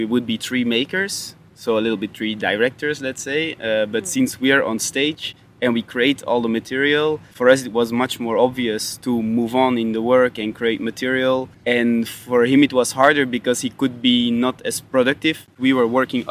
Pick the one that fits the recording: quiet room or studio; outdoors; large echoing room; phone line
outdoors